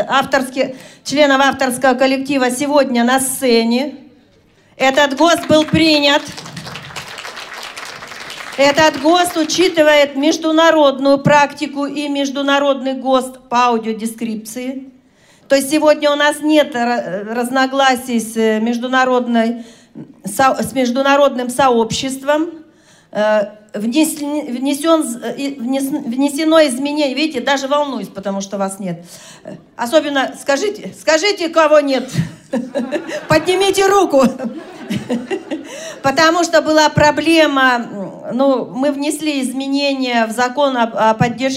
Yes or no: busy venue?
yes